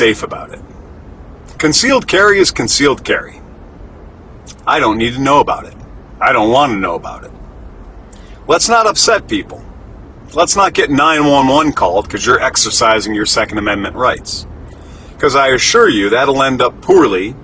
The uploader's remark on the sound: Recorded in the Truck while doing deliveries.